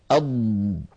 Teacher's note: نجد بأنه لا يجري معها نفس ولكن الصوت يمتد · Term: مجهور